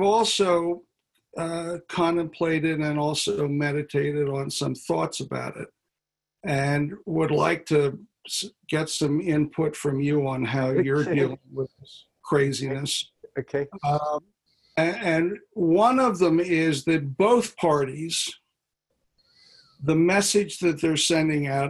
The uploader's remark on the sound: Virtual Hangout